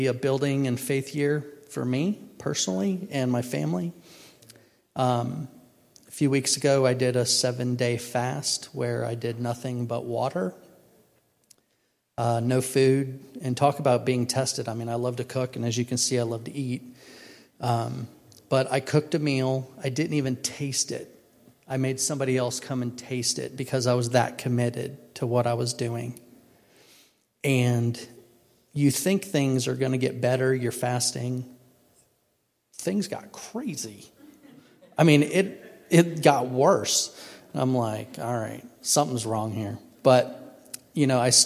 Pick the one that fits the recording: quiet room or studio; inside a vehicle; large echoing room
large echoing room